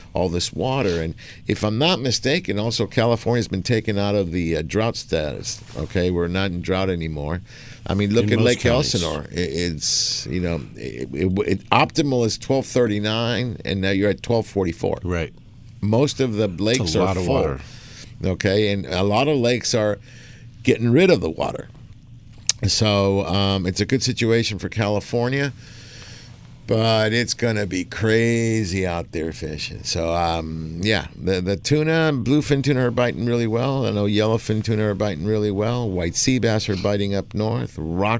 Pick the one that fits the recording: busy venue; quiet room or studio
busy venue